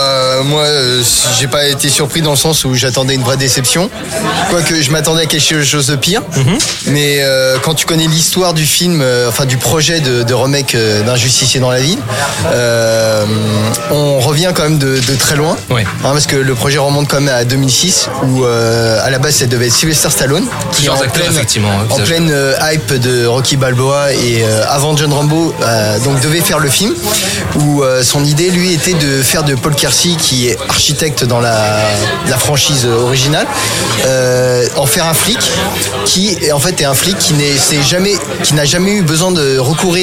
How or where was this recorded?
busy venue